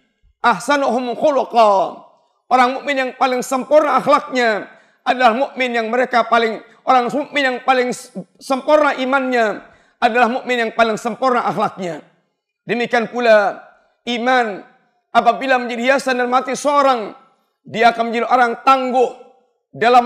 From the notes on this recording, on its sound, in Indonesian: Ini adalah rekaman live Khutbah Jumat